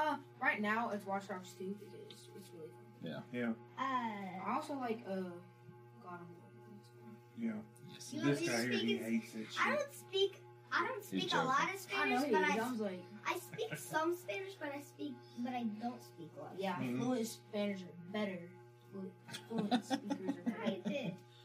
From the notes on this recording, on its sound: Sorry about the audio on this one. We had some snags this night with our recording equipment.